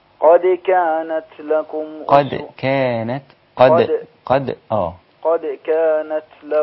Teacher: قد كانت لكم قد كانت لكم. أي نعم، الدال حرف رقيق ولكن هنا تظهر فيه صفة القلقلة والشدة